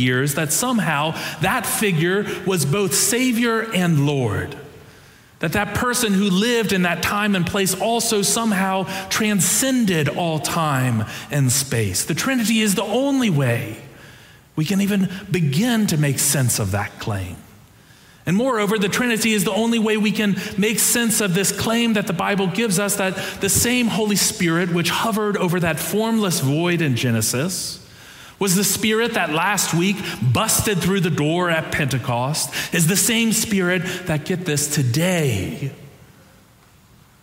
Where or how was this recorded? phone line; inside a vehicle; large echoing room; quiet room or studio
large echoing room